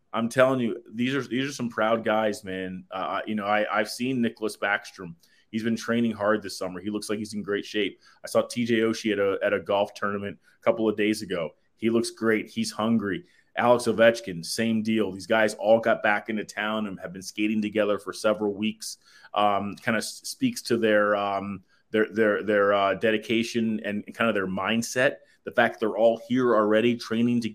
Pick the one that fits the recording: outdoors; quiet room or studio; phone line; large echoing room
quiet room or studio